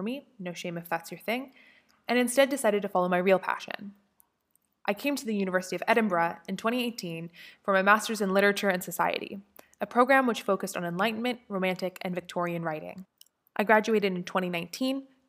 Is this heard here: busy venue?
no